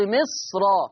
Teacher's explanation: لاحظوا معي قرأ ورش بتفخيم الراء قولا واحدا، لماذا؟ لأن الصاد الساكنة حاجز حصين، لأن الصاد الساكنة حاجز حصين، حالة بين الميم المكسورة والراء المفتوحة، حاجز، حاجز، حائط، حاجز بين الميم المكسورة والراء المفتوحة، لفظ مصر، وإن شاء الله لما نتعرض لباب الراءات.